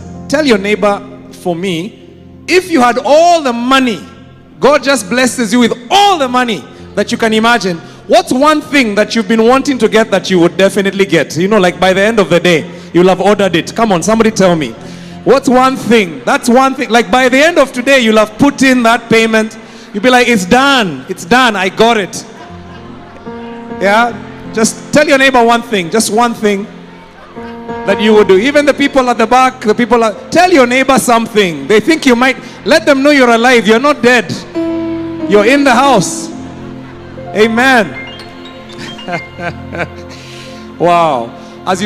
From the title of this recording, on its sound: Preached at Worship Harvest Church, Kampala